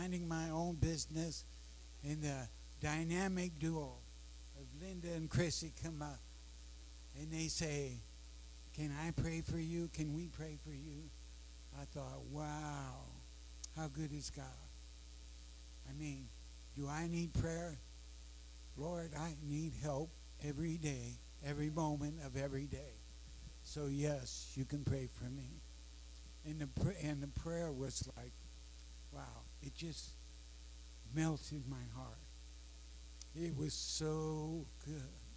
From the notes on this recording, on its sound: Sorry, low audio.